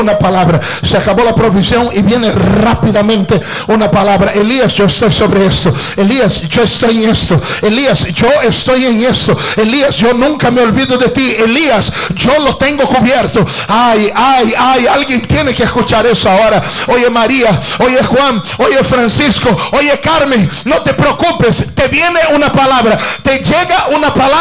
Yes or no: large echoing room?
yes